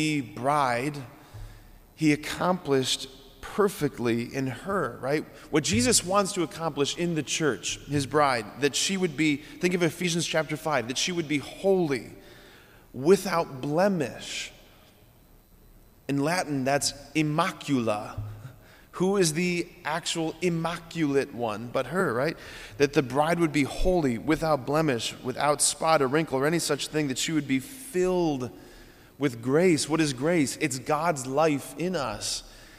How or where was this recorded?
large echoing room